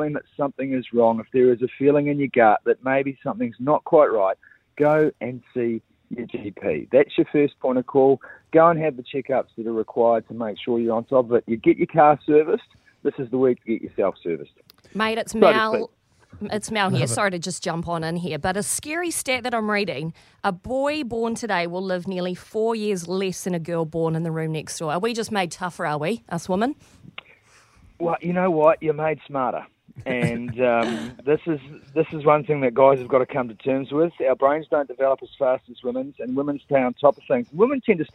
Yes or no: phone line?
yes